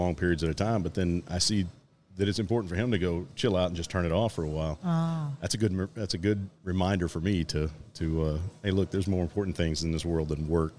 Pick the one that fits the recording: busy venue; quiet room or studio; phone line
busy venue